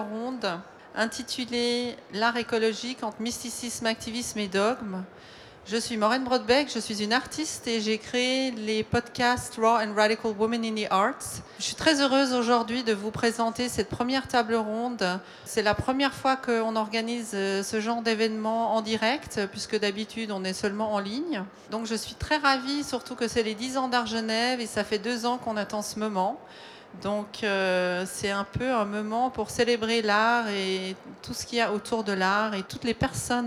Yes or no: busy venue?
yes